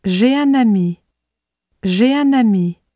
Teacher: In French, as a sentence is said, each group of words linked by meaning is pronounced as if it were a single word. There is a slight stress on the final syllable.